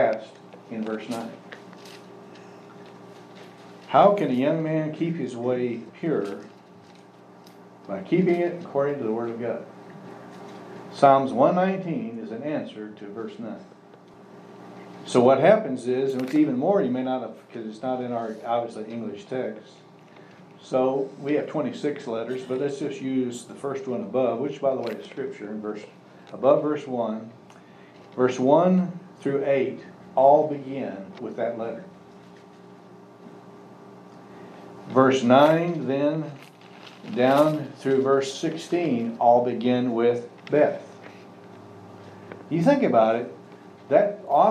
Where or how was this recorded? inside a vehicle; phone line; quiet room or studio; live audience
live audience